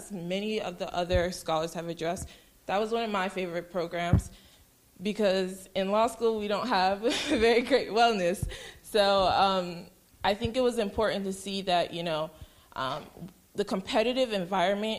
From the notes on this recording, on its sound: This event was recorded live in March 2019 at the Portico Cafe, in Tampa, Florida.